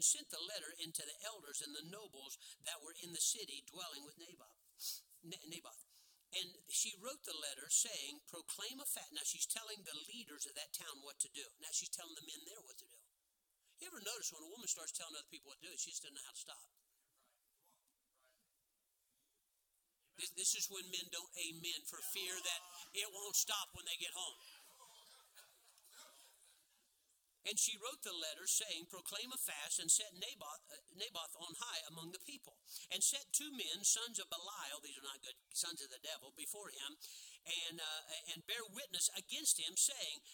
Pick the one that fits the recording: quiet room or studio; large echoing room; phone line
large echoing room